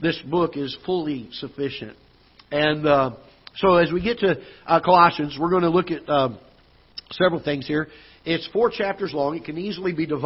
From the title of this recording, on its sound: Ketha Heights Baptist Church ~ Live Broadcast